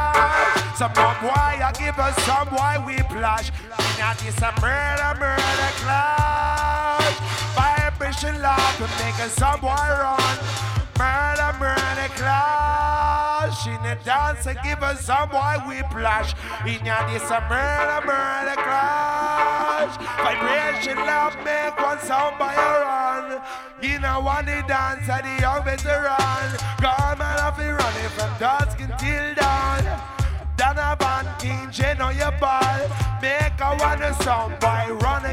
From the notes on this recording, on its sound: Reggae vs Jungle at The Refreshment Room, Stratford, London! This was a "live" set on the Reggae Roast Soundsystem last Summer.